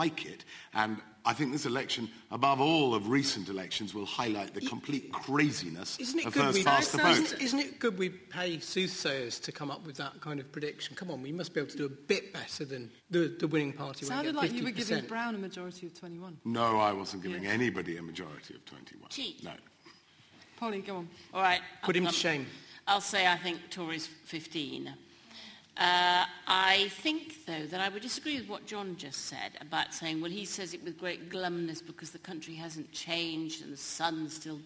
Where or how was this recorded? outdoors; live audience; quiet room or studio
live audience